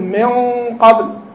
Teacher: ذهبت النون كجسم كذات وبقيت صفتها الغنة